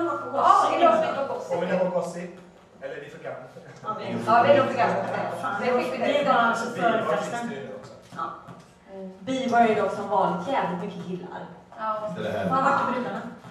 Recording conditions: poor sound quality